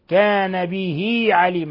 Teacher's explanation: حالة الوصل نشبع الكسرة فيكون صلة صغرى